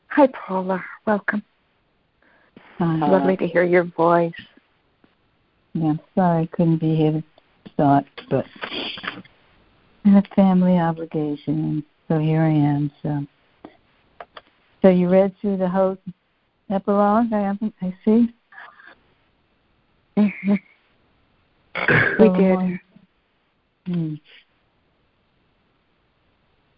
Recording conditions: phone line